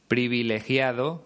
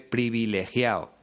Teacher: no suele pronunciar la D en los participios · Shown in: second take